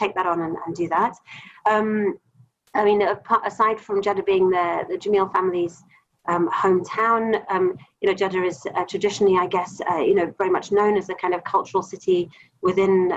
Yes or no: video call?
yes